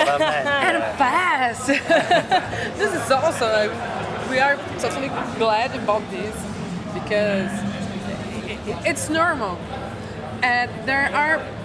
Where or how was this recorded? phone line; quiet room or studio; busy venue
busy venue